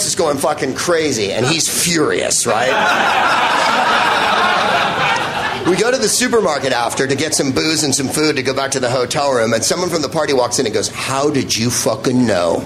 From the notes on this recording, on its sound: Live from The Hideout in Austin, Texas and the Out of Bounds Comedy Festival